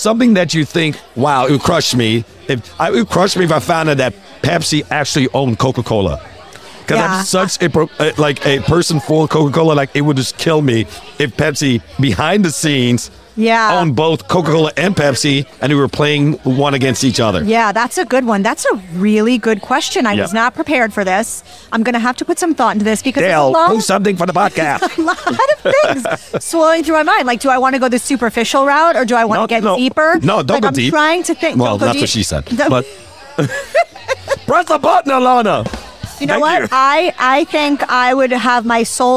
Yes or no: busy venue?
yes